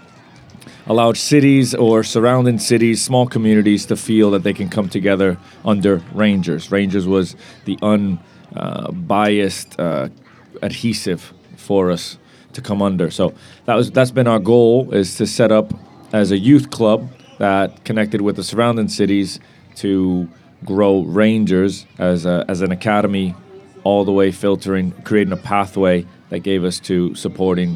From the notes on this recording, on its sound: Live at the Eastern Shore Premier Cup